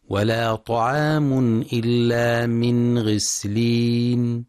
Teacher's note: ينتبه القارئ برواية حفص لإظهار النون الساكنة عند الغين، فلا يقرأ بالإخفاء. وبهذا نصل أيها المستمعون الكرام إلى نهاية هذه الحلقة، على أن نلقاكم بإذن الله تعالى في الحلقة القادمة، والسلام عليكم ورحمة الله وبركاته.